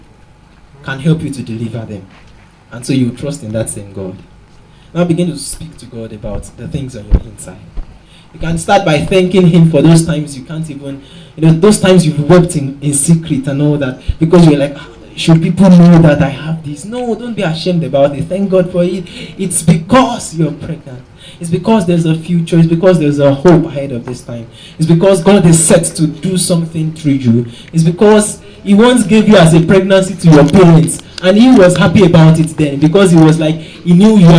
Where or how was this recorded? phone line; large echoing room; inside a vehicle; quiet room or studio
large echoing room